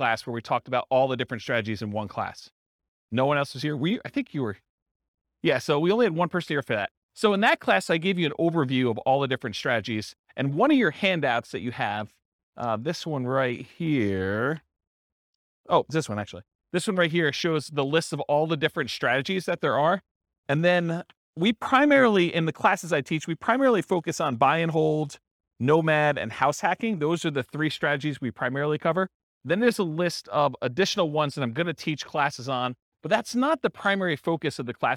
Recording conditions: live audience